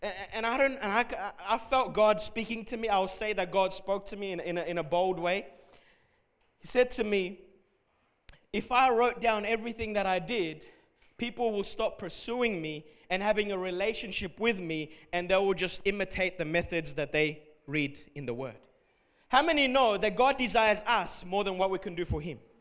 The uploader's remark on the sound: Recorded at Revive Church Melbourne.